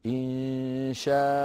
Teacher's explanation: لكنه إذا وقفوا على ماء المنصوبة قالوا ماء بألفين · Term: مد العوض